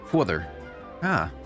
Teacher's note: Change the vowels, elongate the aw sound in words like father